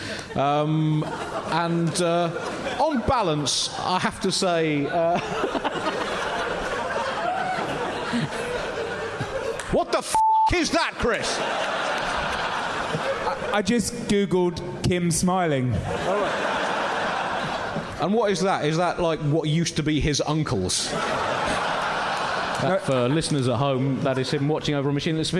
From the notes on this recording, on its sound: Recorded live at New Town Theatre in Edinburgh.